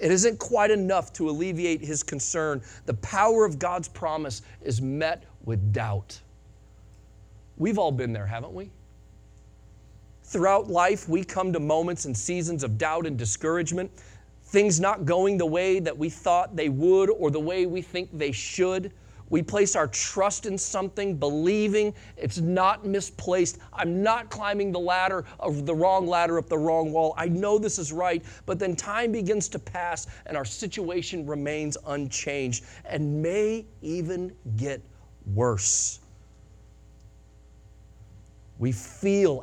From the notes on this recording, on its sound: Sunday Morning Sermon Audio